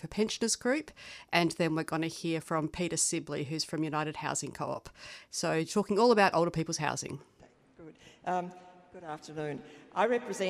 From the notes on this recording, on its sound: Older People's Housing at the Victorian Homelessness Conference. Speakers at the Victorian Homelessness Conference, held at Melbourne Town Hall late last year.